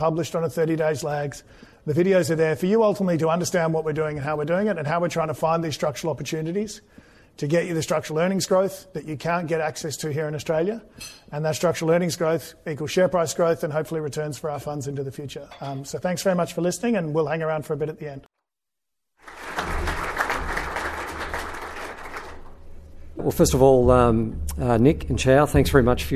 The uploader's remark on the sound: This episode was recorded in Melbourne on 16 August 2023, the final event in the Global Growth roadshow.